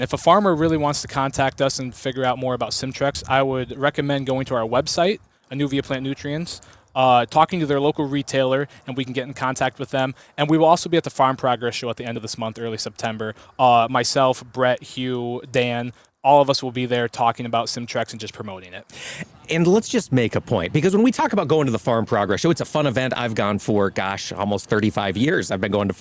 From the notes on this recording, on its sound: Today, AOA was on location in Cedar Falls, Iowa for the 3rd event on the Future of Fertilizer tour from Anuvia Plant Nutrients!